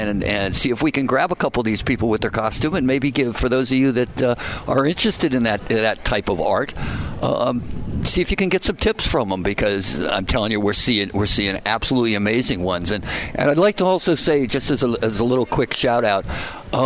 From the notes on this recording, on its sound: Join the VoiceAmerica Live Events team as we Broadcast Live from the Phoenix Comicon! Interviews LIVE from the floor of Phoenix Comicon!